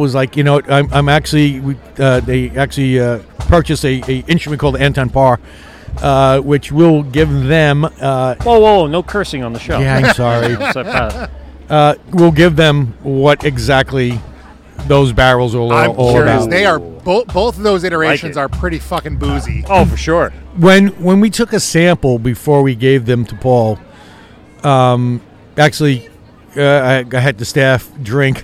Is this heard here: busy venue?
yes